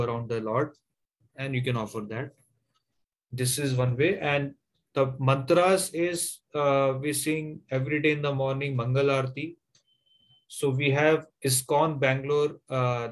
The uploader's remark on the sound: Zoom recorded classes